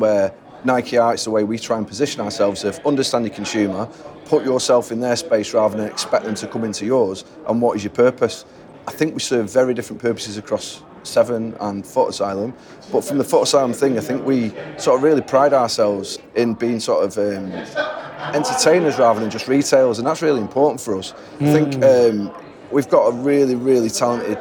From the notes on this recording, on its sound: Recorded at NRF 2023 in New York. In our second run-and-record session from NRF 2023 in New York in January 2023.